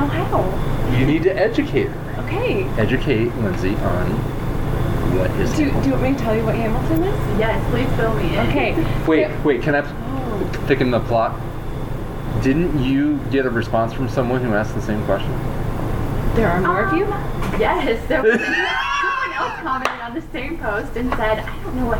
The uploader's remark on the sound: On location. There are some sound issues with the background.